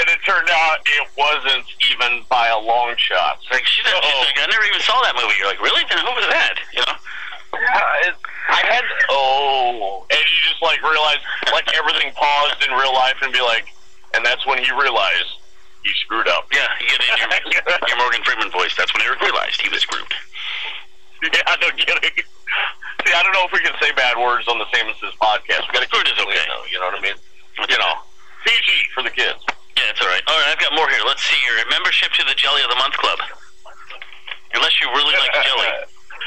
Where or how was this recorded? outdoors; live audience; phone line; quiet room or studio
phone line